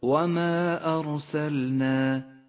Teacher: انفصل حرف المد عن الهمزة ولذلك سمي مدا منفصلا وهو مد جائز، اخترنا قصر مده على حركتين · Term: المد المنفصل